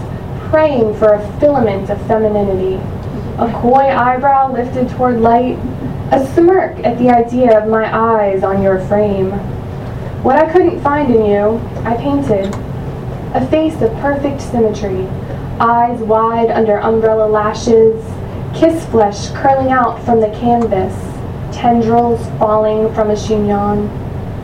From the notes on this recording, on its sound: I did some stealth recording at an open mic in Annapolis.